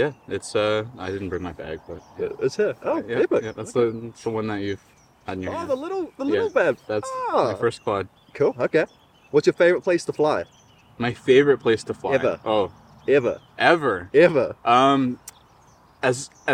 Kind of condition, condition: setting, outdoors